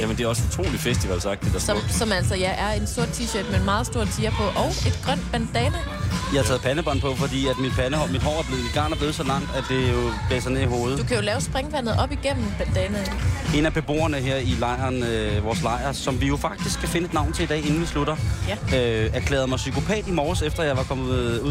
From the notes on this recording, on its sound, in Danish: I dag live fra Roskilde.